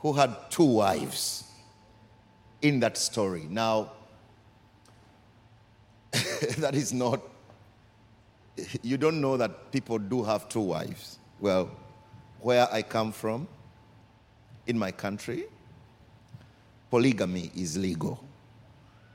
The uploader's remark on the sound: Recorded during our 5pm service